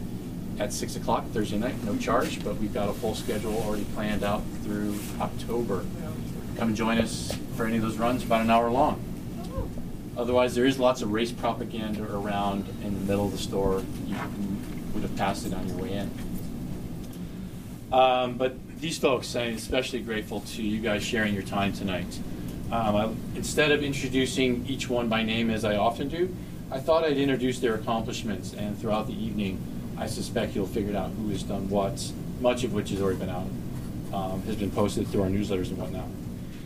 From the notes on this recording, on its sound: Sorry for any residual poor audio quality. It remains the fault of the producer and not the panelists!